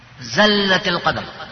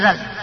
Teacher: شوف إذا ما جبت الصفير يصير زل · Shown in: first take